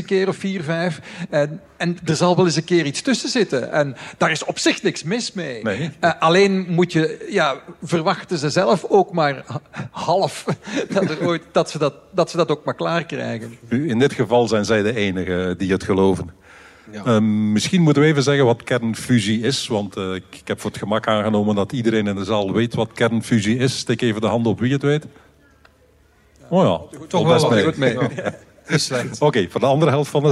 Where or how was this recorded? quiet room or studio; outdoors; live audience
live audience